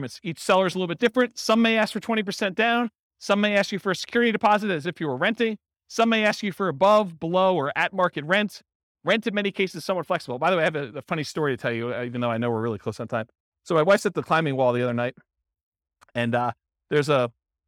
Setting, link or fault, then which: setting, live audience